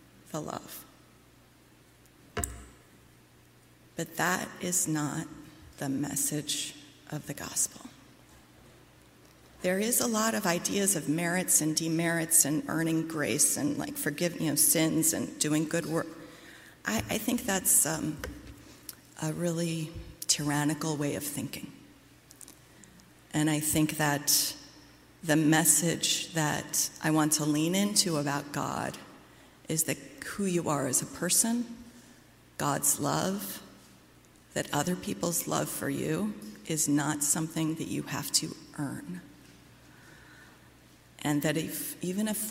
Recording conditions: large echoing room